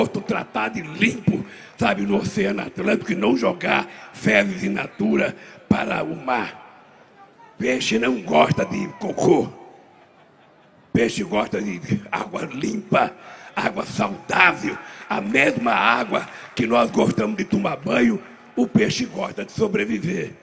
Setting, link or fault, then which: setting, live audience